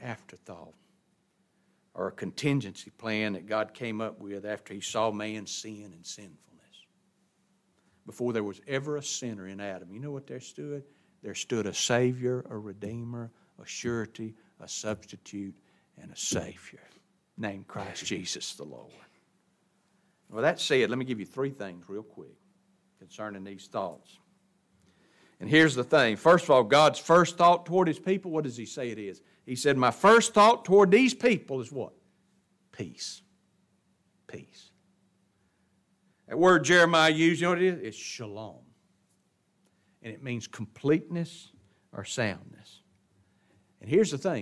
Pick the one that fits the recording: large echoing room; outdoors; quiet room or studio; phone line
large echoing room